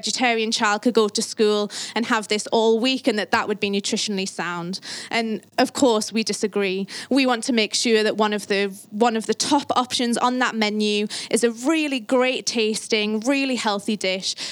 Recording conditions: busy venue